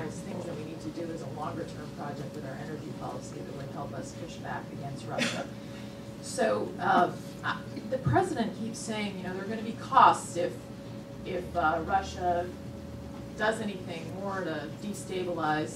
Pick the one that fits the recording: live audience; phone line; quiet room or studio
live audience